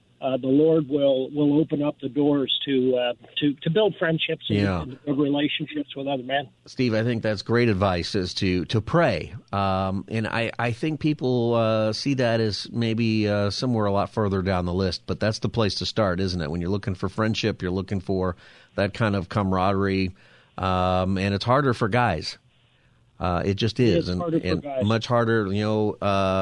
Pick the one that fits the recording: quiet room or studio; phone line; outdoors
phone line